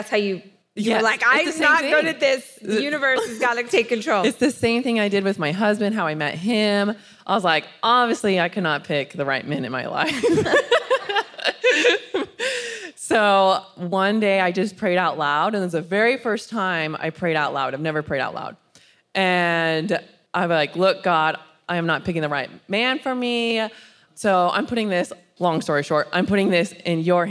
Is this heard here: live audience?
yes